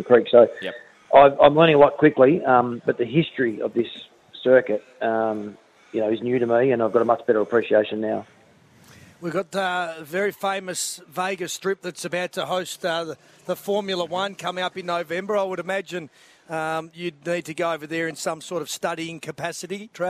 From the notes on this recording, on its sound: live from the Australian MotoGP